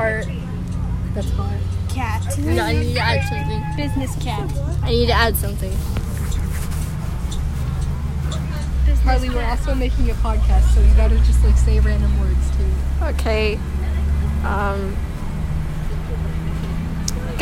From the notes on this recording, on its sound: Recorded on a bus